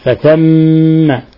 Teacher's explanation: نضغط على الميم نعطيها غنة مقدارها حركتين فثم والجيم نقلقلها لأنها مقلقلة ساكنة لأنها ساكنة تقلقل وهي من حروف قطب جد.